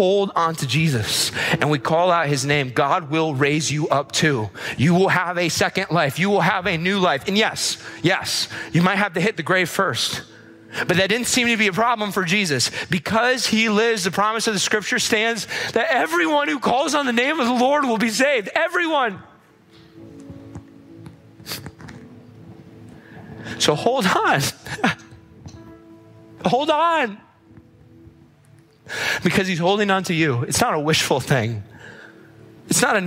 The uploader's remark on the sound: This episode was recorded at our weekend services